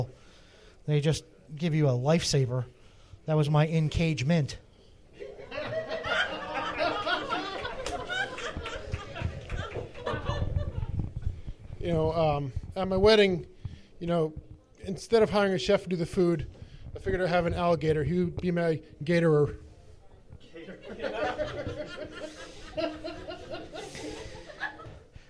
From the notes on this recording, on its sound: Our first ever live audience recording! The original recording was over two hours, so we cobbled together the first 30 or so minutes of usable recording and here it is!